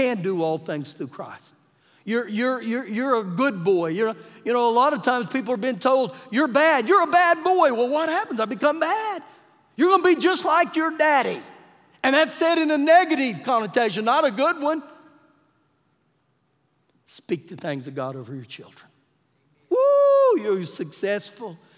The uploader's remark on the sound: Recorded live during our Wednesday night service